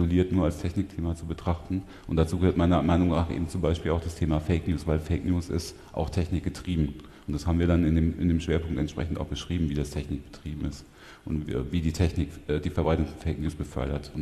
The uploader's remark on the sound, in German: Live vom 36C3.